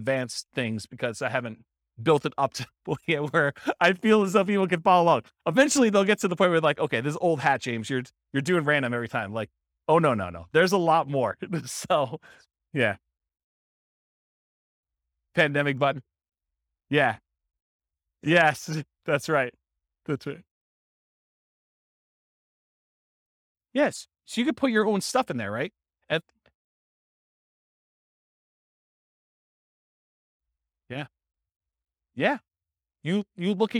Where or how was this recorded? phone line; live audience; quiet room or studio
live audience